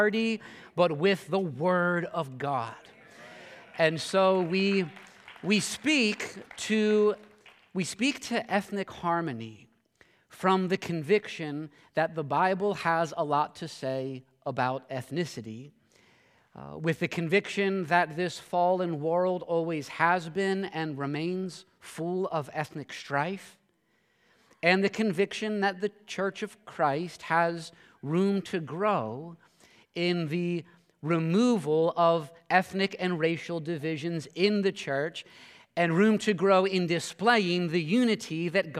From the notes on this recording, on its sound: this sermon at Covenant Fellowship Church